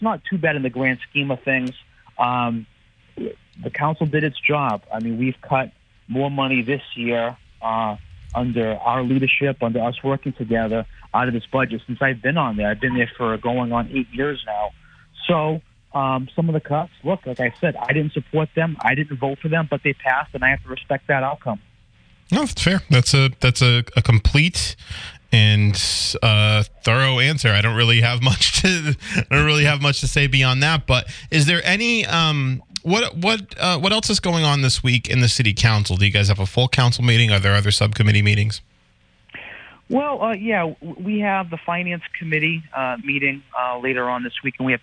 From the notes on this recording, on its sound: Calls in live from the council chambers following a subcommittee meeting.